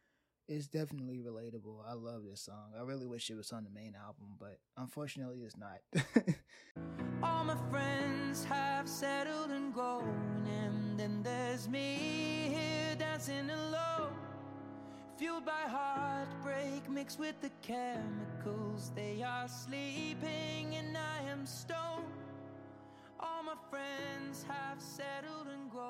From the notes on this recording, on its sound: The audio might be a bit touchy (some music louder than others, etc.) as I didn't record this in one setting so I might have to adjust my voice levels.